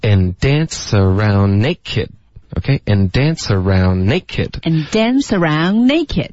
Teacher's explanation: dance 的这个 dan 也有重音，然后 naked 的 na 也有重音